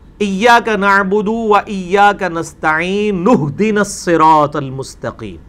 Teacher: الف اڑ جائے گا نون ڈائریکٹ ہا کے ساتھ ملے گی، تو یہ بنے گا ایاک نعبد و ایاک نستعین نہدنا الصراط المستقیم.